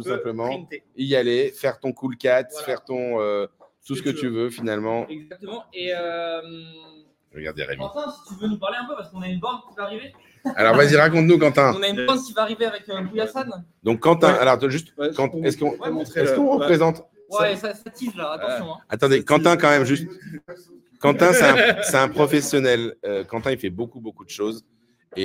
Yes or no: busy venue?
yes